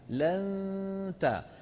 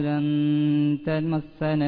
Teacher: لام نون تاء كله كلها حروف مستفيلة، ليست حروف إيه مستعلية · Shown in: second take · Term: ما في تفخيم